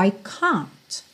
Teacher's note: no inglês britânico, esse A costuma ser um pouquinho mais vertical, I can't, alright?